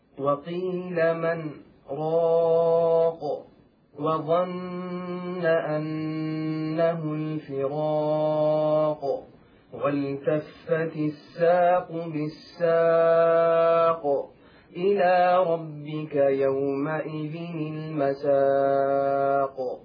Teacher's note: أتى حرف القاف وقفنا عليه فكان فيه قلقلة كبرى. إذن هو حرف القاف الذي كنت تقف عليه سكن بسبب الوقف وبالتالي صار حرف قلقلة.